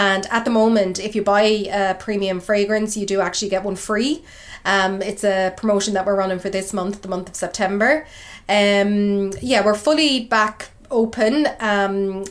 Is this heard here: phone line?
no